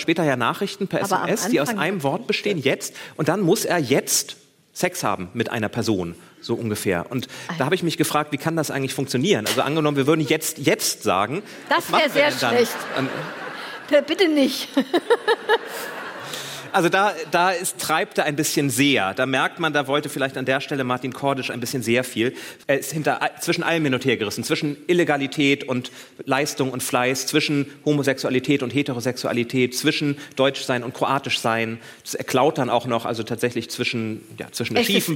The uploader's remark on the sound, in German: Magische Stimmung im Deutschen Theater Göttingen. Ein Mitschnitt aus dem Deutschen Theater Göttingen. 500 Gäste waren bei der Podcast-Show dabei.